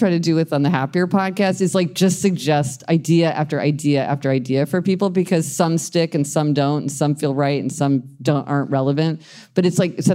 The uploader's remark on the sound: Live from Toronto. Came together at Toronto's Hot Docs Festival to answer these and other questions from a live audience.